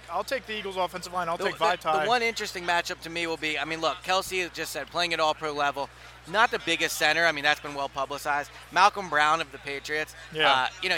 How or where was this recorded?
busy venue